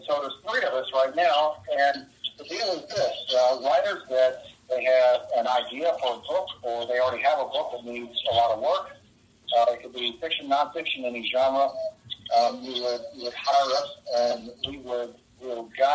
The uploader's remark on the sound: On the phone means this recording has a lower audio quality. Trust us, it’s worth the glitches and volume shifts.